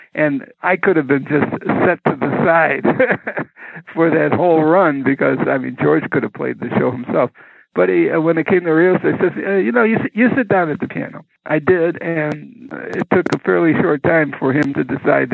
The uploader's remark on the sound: This telephone interview goes back to the radio days.